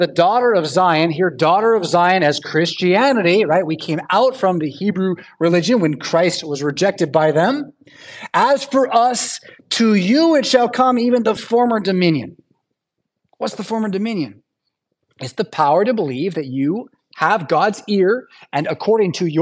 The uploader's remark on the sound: Preached at St Paul Lutheran Church , Rockford, Illinois